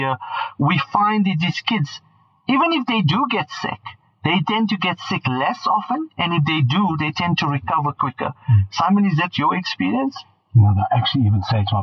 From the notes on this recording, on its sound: Our recording quality will be back up to standard.